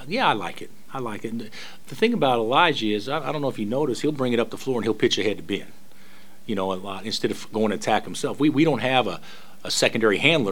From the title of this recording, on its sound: Press Conferences & Post-Game Interviews